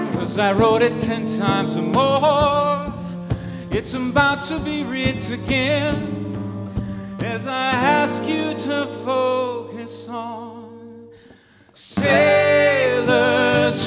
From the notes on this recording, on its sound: At The Aladdin Theater in Portland, Oregon. Answer questions from the audience in rapid-fire fashion.